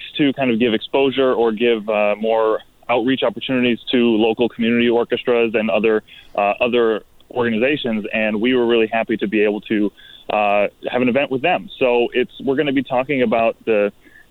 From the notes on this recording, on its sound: calls